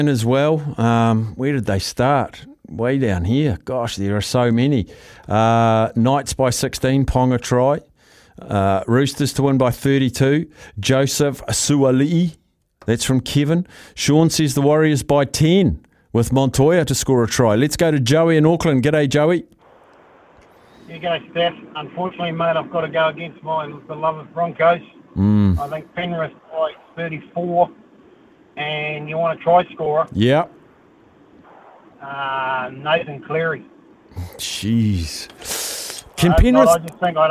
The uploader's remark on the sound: Listeners call